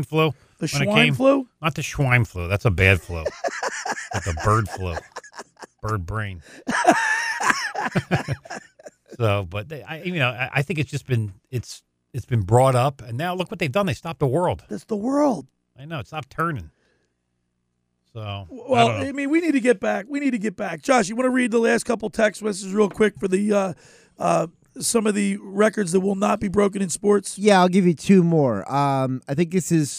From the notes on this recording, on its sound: On our way to the studio we got a flat tire. We decided to broadcast from our car as we got the tire fixed and got back on the road.